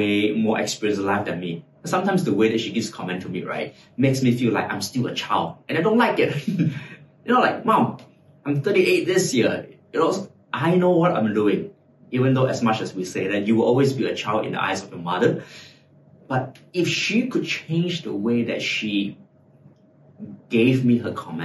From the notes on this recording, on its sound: My trusty microphone may be busted. Even in the face of technical glitches.